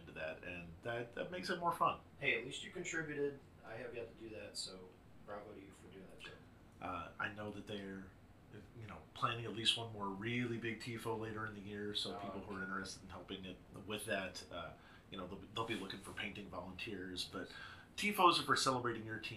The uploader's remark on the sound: A technical issue resulted in softer-than-normal audio